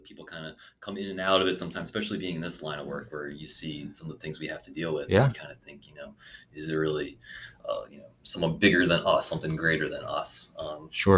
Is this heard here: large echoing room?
no